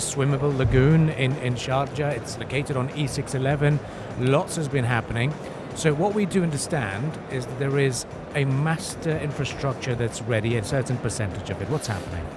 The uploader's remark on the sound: our special live broadcast show from ACRES 2024